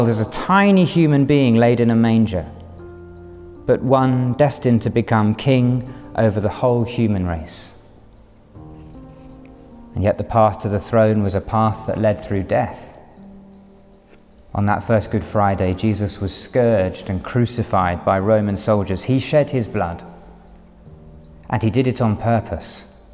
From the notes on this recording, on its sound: A Sermon Preached at A Special Commemoration Service For Her Late Majesty Queen Elizabeth II